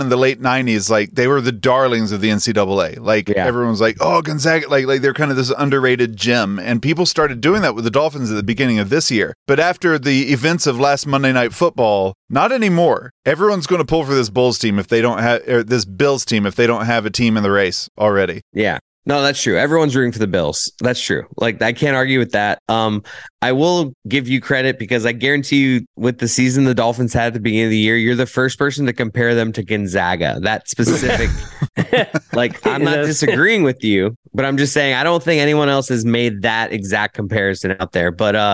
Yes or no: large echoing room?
no